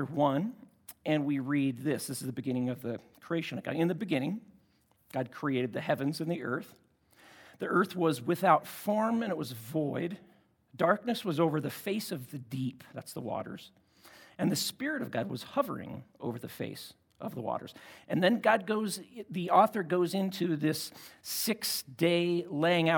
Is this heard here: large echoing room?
yes